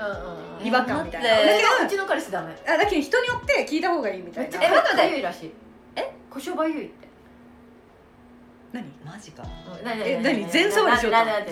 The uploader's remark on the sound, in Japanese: 今回は宅飲みしながらの収録会って話してるのでいつもよりうるさいです